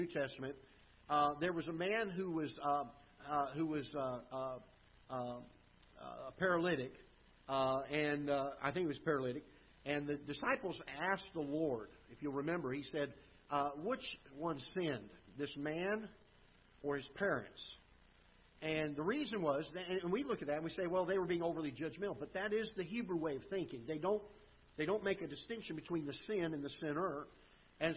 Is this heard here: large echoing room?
yes